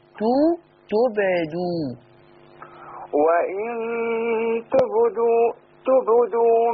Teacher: انتبه الى قلقلة الباء في كلمة وان تبدو